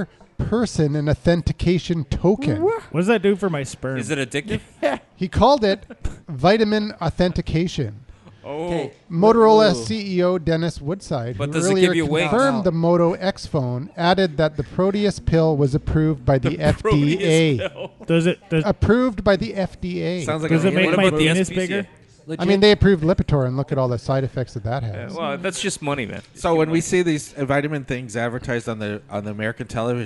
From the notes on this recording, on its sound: The Bunker Project is recorded with a live interactive studio audience. In downtown Vancouver or via Google + Hangout.